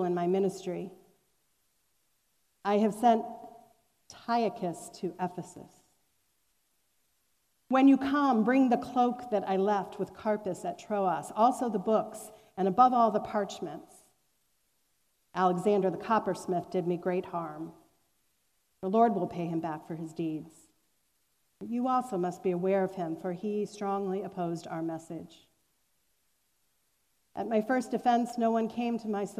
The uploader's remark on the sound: Recorded on July 25, 2021, at Fairmount Presbyterian Church in Cleveland Heights, Ohio.